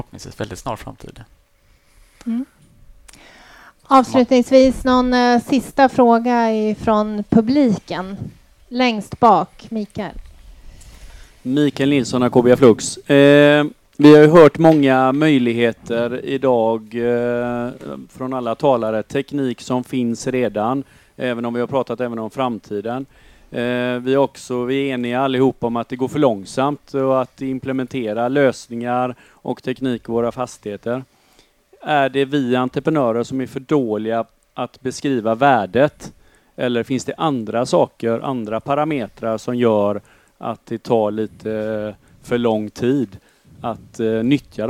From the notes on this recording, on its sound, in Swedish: I detta avsnitt som spelades in under AcobiaFLUX dagen får vi ta del av en paneldebatt